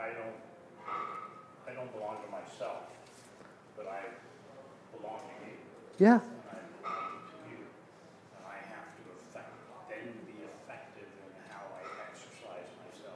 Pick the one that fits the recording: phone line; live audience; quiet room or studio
live audience